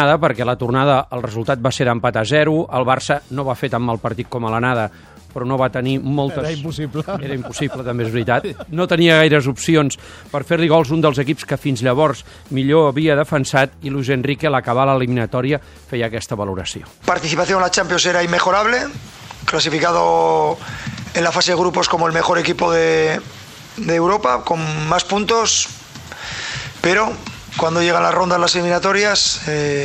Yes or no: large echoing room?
no